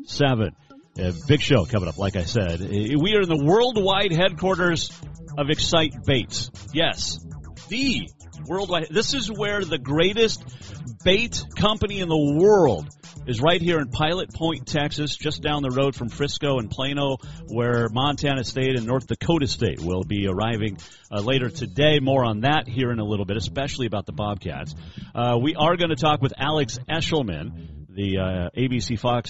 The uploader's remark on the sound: Wednesday live from Xcite Baits.